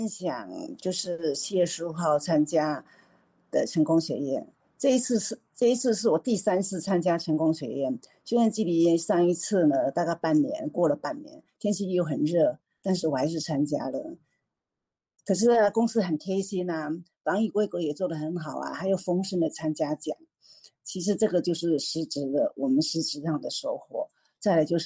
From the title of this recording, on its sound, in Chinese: 艾多美線上座談會